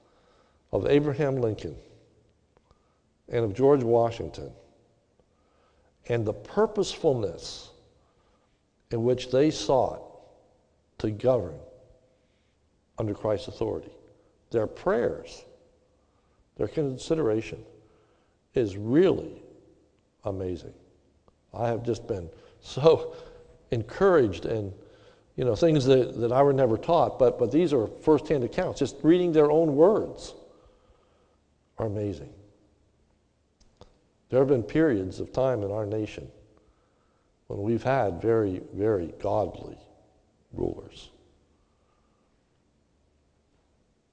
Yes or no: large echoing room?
yes